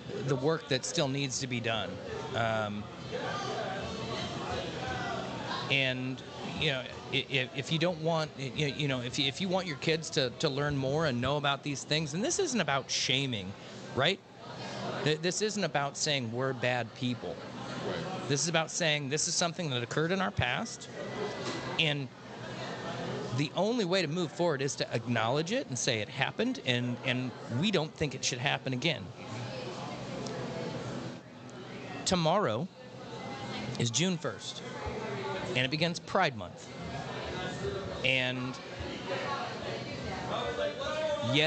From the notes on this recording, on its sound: celebrating live from Chatham Tap Fishers